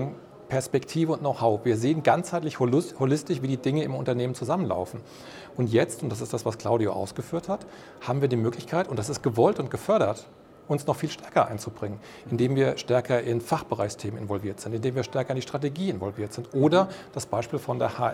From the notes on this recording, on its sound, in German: im Interview auf dem ICV Congress der Controller 2022